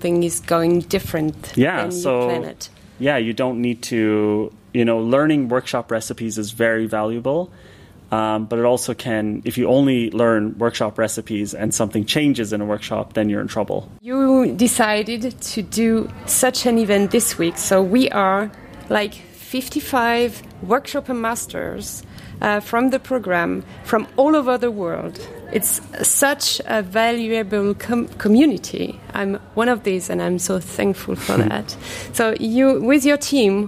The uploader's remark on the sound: In a beautiful summer atmosphere around the pool, in the centre of the workation village. You can hear the sound of the water and some people chatting in the background, but that's what we call live. On the last day of the workshopper 2022 retreat.